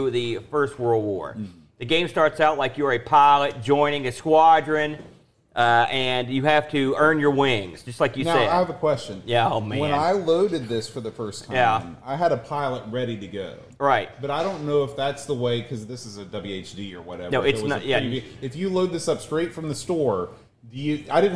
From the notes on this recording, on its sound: LIVE from Boatfest 2023